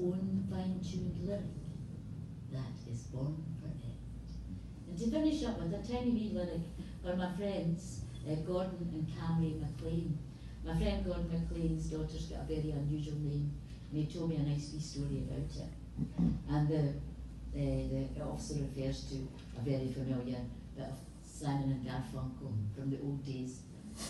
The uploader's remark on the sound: A recording of a unique event at the National Library of Scotland in February 2020.